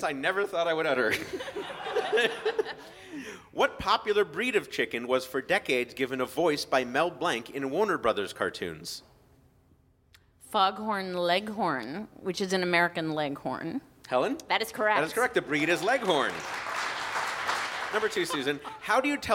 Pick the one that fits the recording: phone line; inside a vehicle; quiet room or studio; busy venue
busy venue